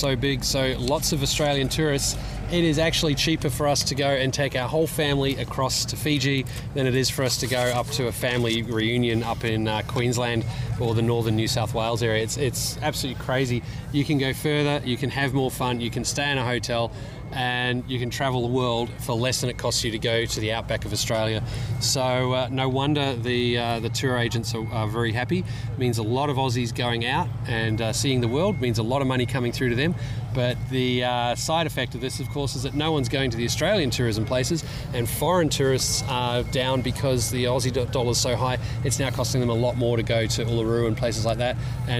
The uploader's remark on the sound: Live on the Ramp at Tyabb Airshow. On the ramp at Tyabb airport following the Tyabb Airshow 2012.